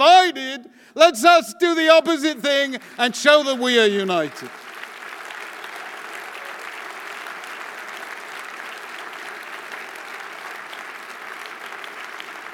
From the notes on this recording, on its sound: Delivered the opening plenary keynote address at the Jewish Federations of North America's annual General Assembly in Washington DC.